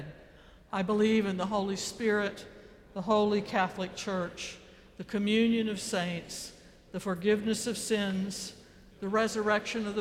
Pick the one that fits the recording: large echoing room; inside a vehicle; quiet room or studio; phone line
large echoing room